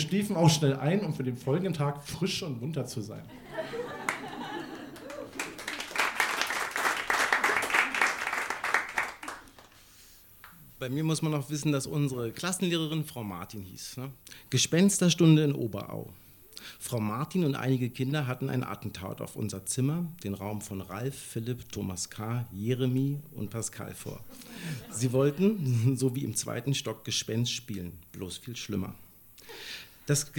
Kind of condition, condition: setting, live audience